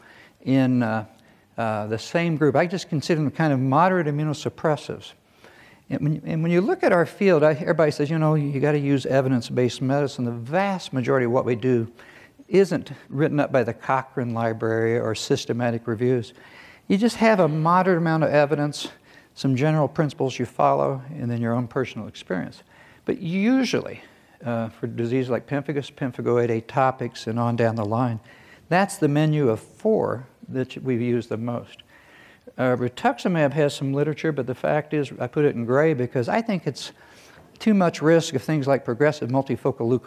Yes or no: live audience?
yes